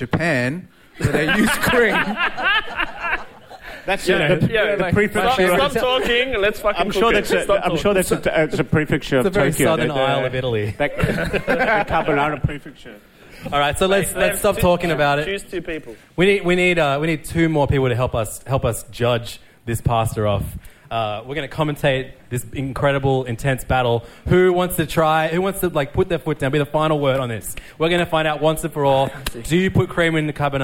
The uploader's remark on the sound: Live From The MCA. We recorded a live episode in front of an audience at the MCA Artbar at the end of April. Get heckled by the audience for swearing too much.